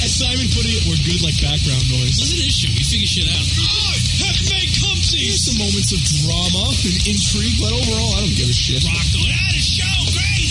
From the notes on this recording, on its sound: New LR Studio. Open phone lines.